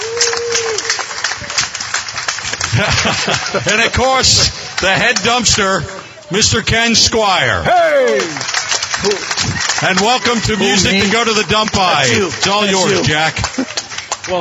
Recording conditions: outdoors